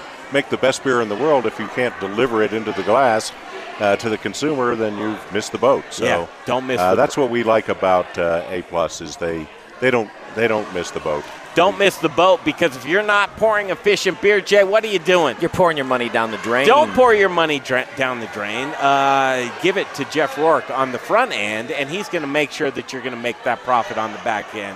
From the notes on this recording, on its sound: Live from the Micro Brew Fest and Crafty Fox Tap House and Pizzeria!